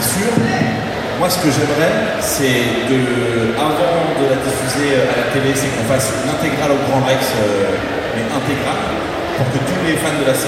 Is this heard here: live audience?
yes